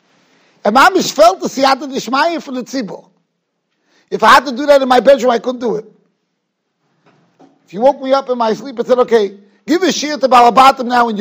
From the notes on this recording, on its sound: Shiur recorded in Yeshivas Ohr Reuven, Monsey, NY.